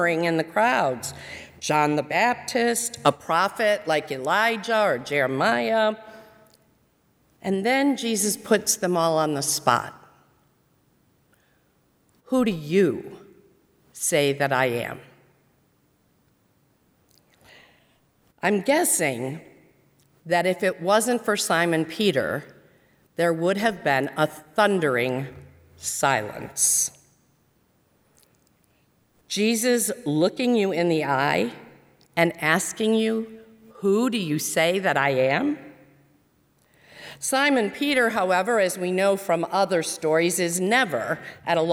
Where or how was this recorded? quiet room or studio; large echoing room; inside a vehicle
large echoing room